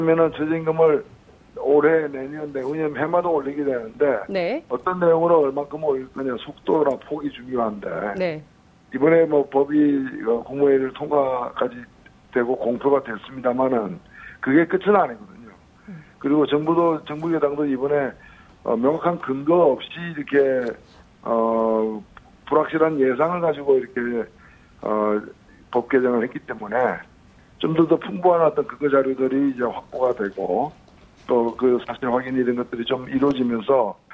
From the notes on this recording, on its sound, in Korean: 전화연결]